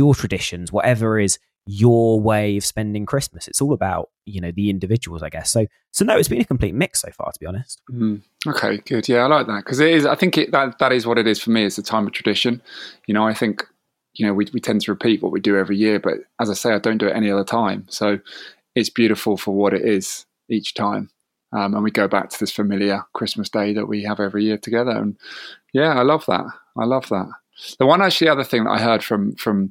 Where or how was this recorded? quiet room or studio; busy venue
quiet room or studio